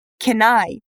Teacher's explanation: Notou o linking sound ali? É muito comum os linking sounds acontecerem quando uma palavra termina com consoante, aqui no caso o N, e a próxima começa com vogal, aqui o I.